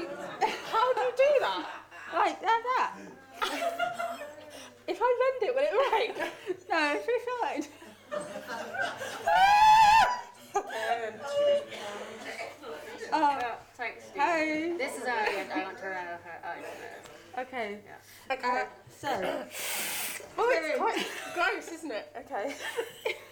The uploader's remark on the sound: Recorded in front of a live audience as part of Winchester Cocktail Week.